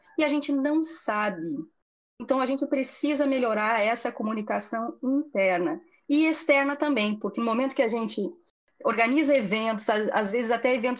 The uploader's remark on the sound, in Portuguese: Gravado via Dircord